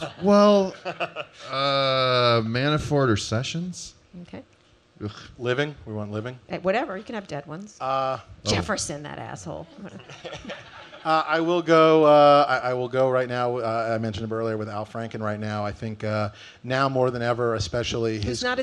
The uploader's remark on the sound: Live at SXSW. Speaking in front of a live audience at South by Southwest.